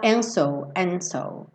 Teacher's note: você pode pensar até em tirar esse D